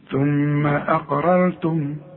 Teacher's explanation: يبقى رقق للهمزة وفخم للقاف وفخم للراء الاولى والتانية كمان.